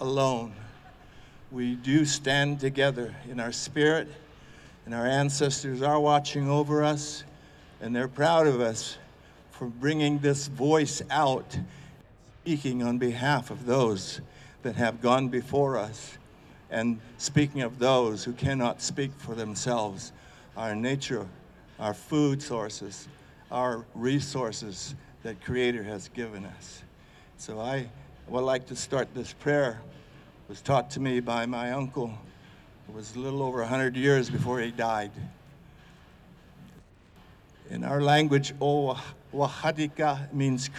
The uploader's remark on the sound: Save California Salmon Rally at The State Capital. Sounds from the Save California Salmon event held at the California State Capitol on July 5th.